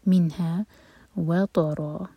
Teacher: واو light, تو اور را ہیوی